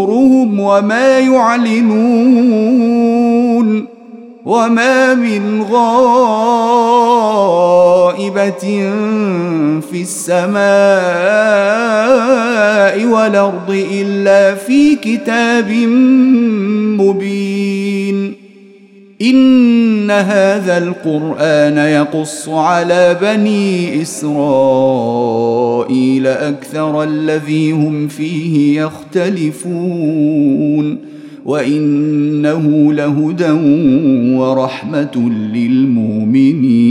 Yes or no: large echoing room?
yes